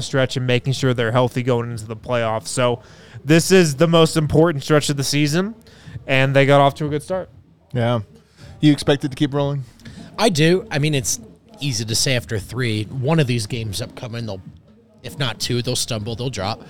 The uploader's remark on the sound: come to you LIVE from the DNVR Bar